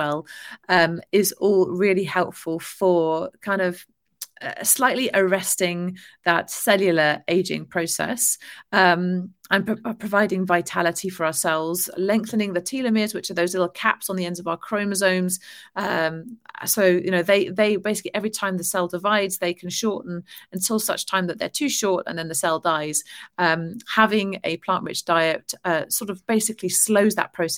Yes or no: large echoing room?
no